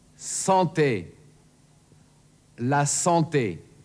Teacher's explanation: Zweitens, das stimmlose S, Beispiel santé, la santé.